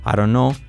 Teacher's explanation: la T no se pronuncia